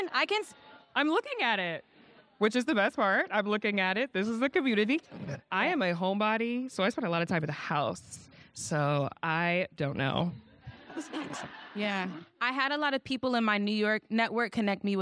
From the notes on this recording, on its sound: Tune in for a LIVE episode of Naked Beauty, coming straight from the annual EveryStylishGirl Sip N’ Slay event in LA! Tune in for a LIVE episode of Naked Beauty, coming straight from the annual EveryStylishGirl Sip N’ Slay event in LA!